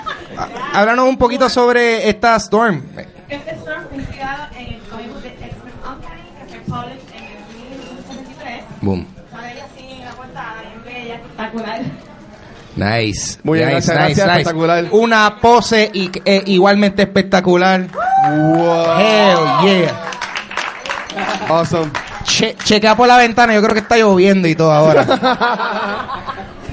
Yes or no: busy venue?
yes